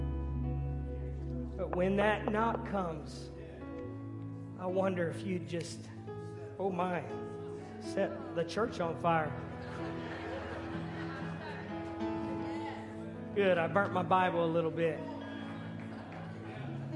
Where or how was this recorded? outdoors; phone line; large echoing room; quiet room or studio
large echoing room